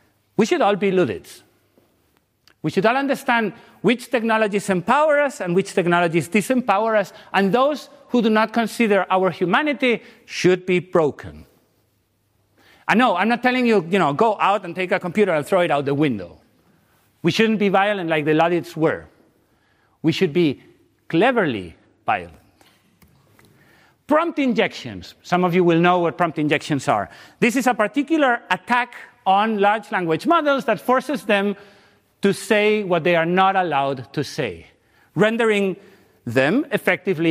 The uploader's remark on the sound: The lecture will take place at 13:00 in Auditorium 2.